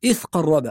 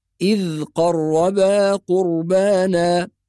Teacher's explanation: طرف اللسان بيكون مع الأسنان يخرج قليلا بدون قلقلة · Shown in: second take · ما نقولش إذ قربا، والبعض يقول إيه إذ قربا بسبب القاف، يحول الذال إلى ثاء بسبب القاف التي بعدها، إذ قربا، وهذا خطأ. · Term: الذال الساكنة